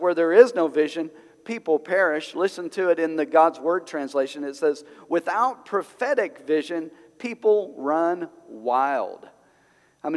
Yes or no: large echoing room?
yes